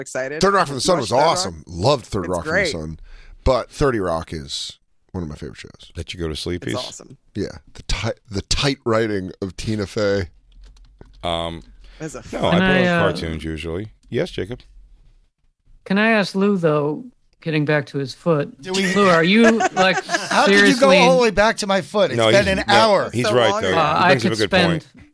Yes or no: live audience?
no